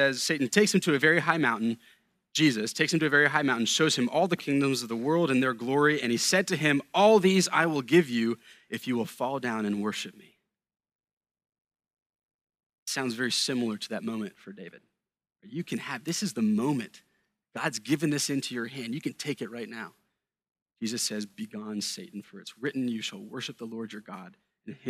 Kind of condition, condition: setting, large echoing room